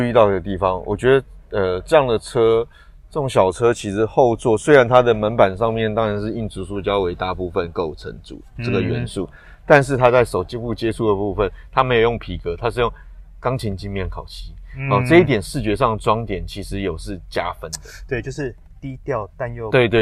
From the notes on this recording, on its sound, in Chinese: 大改款Honda Fit是在貴三小？實車現場邊看邊說給你聽！